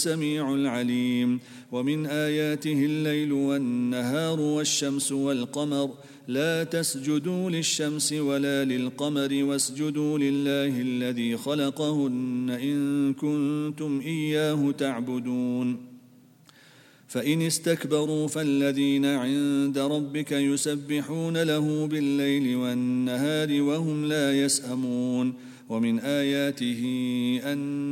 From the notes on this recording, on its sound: at the Houghton Masjid (West Street)